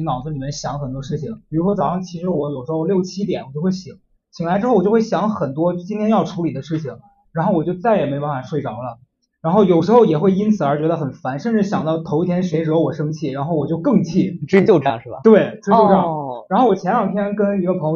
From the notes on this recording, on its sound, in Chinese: 我们在线下举办的一次读书分享会。由于现场收声，所以音频的音质有些受损。